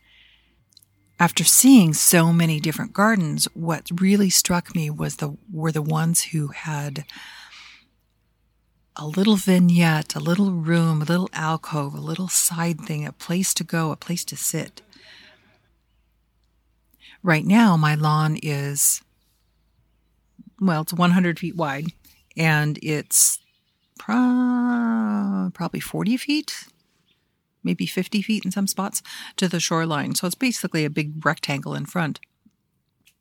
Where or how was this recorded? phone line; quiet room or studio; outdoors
outdoors